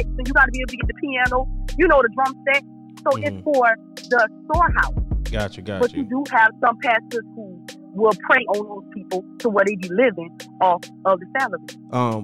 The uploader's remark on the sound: having listeners call in live!